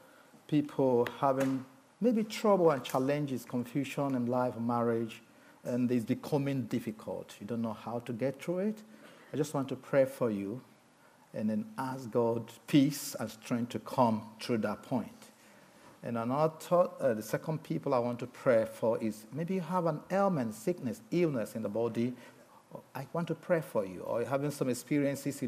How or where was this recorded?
large echoing room